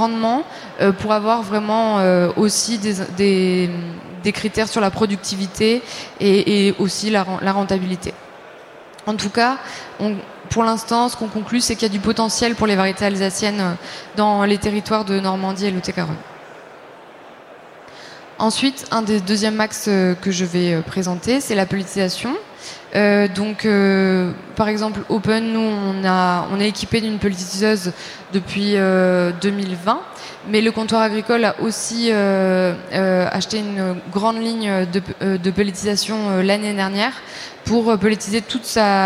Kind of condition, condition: setting, busy venue